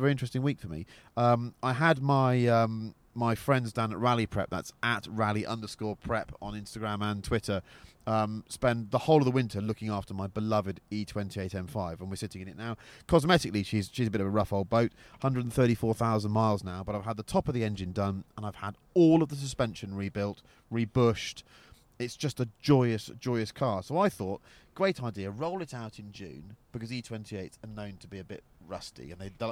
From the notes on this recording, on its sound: The two shoot the breeze in a leafy pub car park in Wiltshire